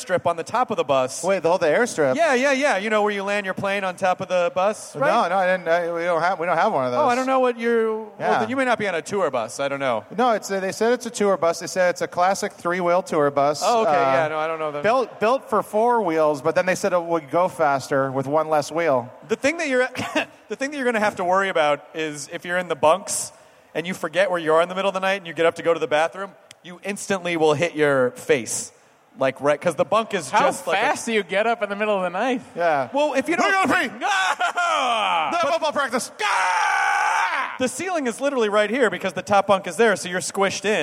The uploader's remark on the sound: It's a nerdist hostful live from ID10T festival!